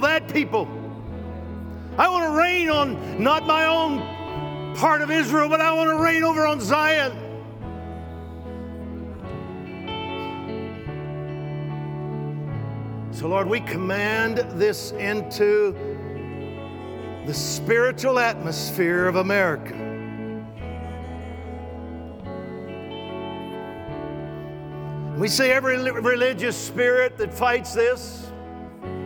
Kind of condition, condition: setting, live audience